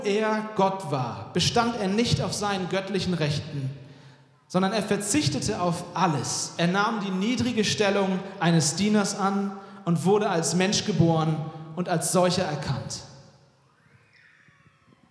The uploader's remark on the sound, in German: Weihnachtspredigt 2023 aus dem Felsenkeller Leipzig.